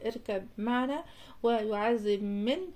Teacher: في إدغام ورد في الرواية، إدغام الباء في الميم